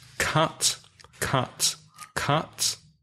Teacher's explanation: In words like cut or run, it's not u, it's a, like up